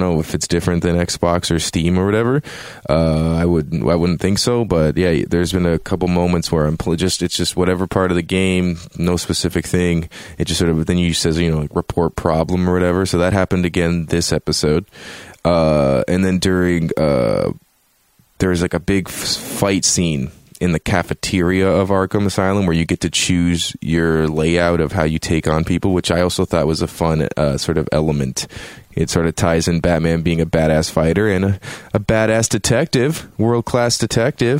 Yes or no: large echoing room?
no